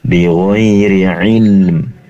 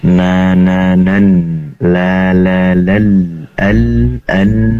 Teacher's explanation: perlu di durasi penempelan lidah depan ke langit-langit, yaitu makhrajnya lam, lebih lama. Bighairi ilm, karena dia memiliki sifat inhiraf, kecenderungan lam pada huruf nun.